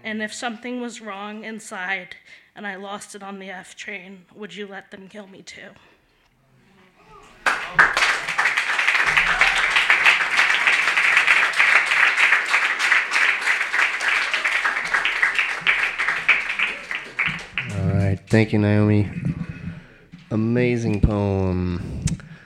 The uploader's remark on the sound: Brooklyn Poets Yawp open mic